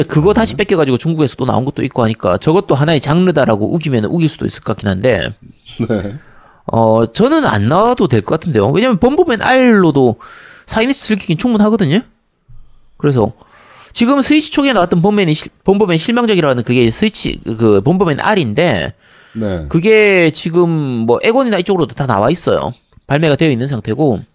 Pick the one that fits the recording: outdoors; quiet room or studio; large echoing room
quiet room or studio